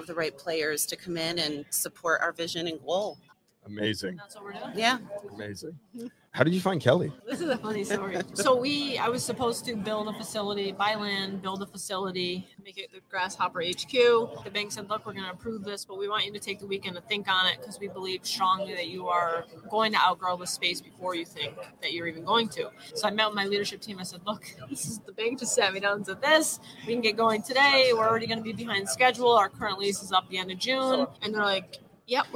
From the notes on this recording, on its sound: We are so excited to announce that we are LIVE at the Profit Rocket Summit in fabulous Las Vegas, NV!